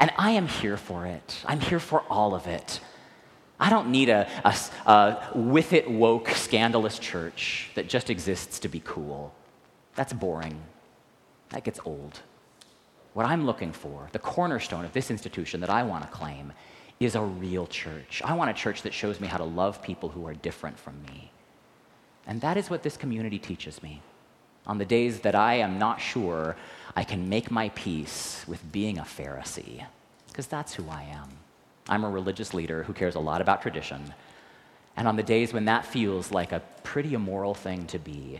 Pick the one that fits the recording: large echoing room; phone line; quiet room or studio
large echoing room